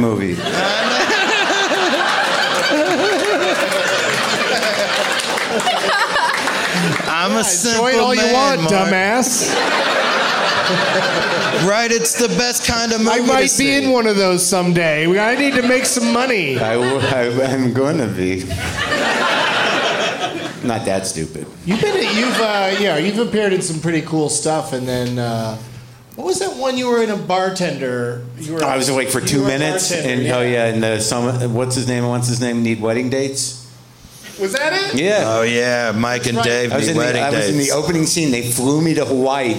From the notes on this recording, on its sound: Live from Comedy on State in Madison